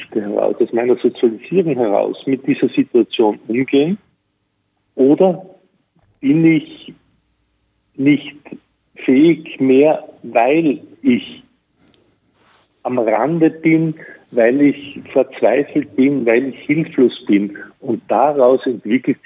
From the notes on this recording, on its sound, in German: In einem Telefoninterview.